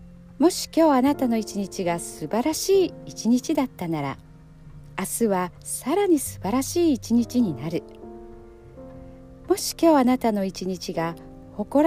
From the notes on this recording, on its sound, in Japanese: 今日は車の中で録音しています。バスケットコートのそばなので音が聞こえているかも？